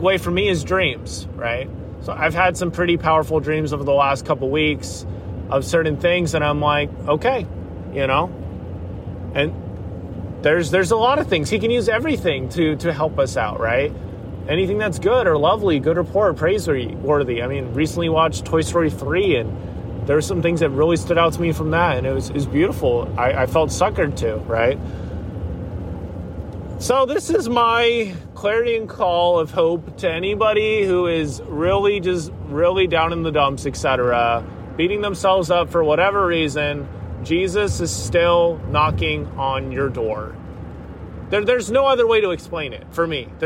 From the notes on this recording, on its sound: This was recorded while driving through Tennessee. There may be the sounds of cars and driving and that is 100% intended haha.